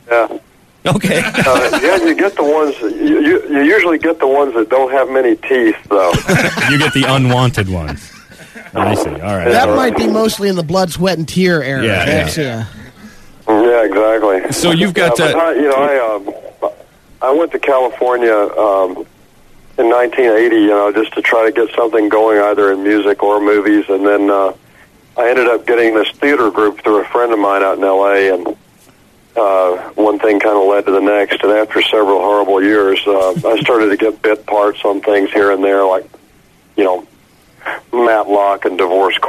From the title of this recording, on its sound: calls